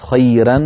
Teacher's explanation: فرققت الراء في خيرا مع أنها مفتوحة، عند ورش تكون مرققة الراء لكن عند غيره مفخمة